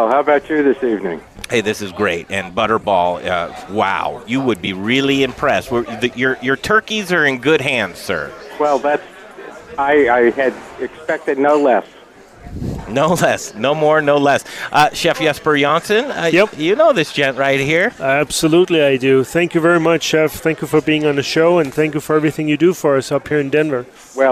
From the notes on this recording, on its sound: The Modern Eater Show Live from Grind Kitchen and Watering Hole for a Butterball dinner!